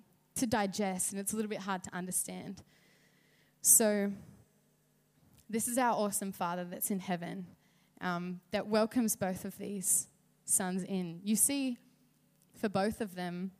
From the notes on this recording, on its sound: River Edge Church. At the 9am gathering.